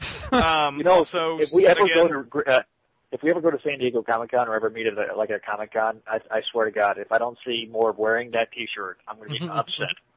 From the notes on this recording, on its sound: We answer a few more live calls